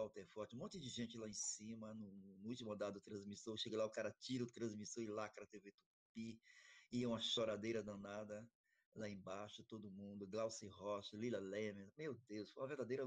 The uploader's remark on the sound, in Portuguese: Este episódio foi gravado de maneira online devido à pandemia do COVID-19